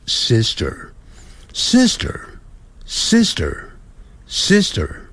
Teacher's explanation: 因为那个 R 在字尾啊，要卷舌的